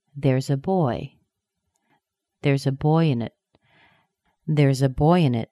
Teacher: Notice that boy stays strong, but in it drops down.